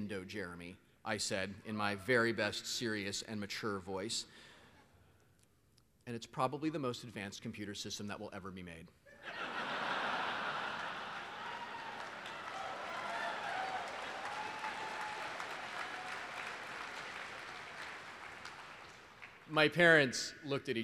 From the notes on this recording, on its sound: This is a recording of my 2007 Keynote to the Penny Arcade Expo in 2007.